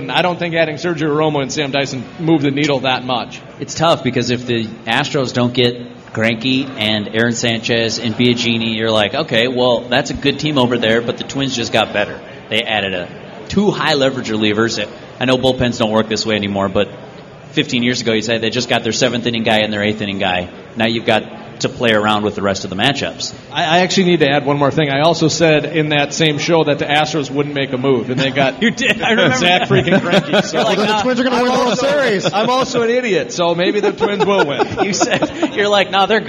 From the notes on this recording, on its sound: Live from Modist Brewing this week. Questions from the audience!